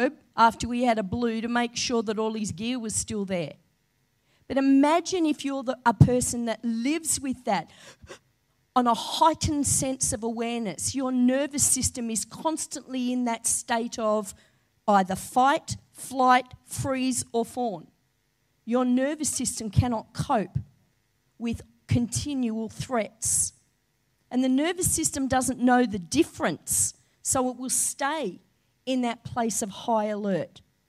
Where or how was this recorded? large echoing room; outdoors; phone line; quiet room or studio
large echoing room